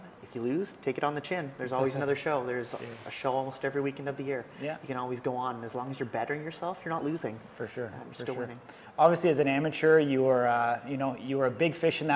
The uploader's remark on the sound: join us on location at Truth Gym Gallery in Victoria, BC